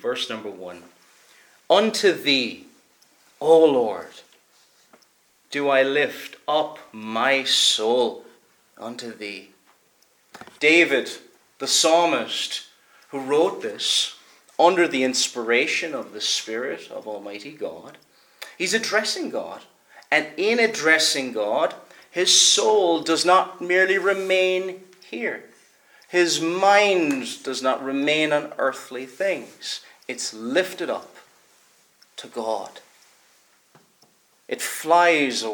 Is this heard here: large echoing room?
yes